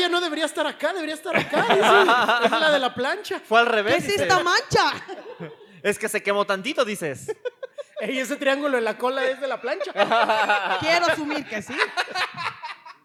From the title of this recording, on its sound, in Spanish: podcast grabado en vivo